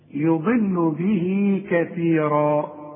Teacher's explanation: يضل الضاد دائما مفخمة، احنا خدناها قبل كده، لكن دي في آخر درجات التفخيم اللي هي الحرف المكسور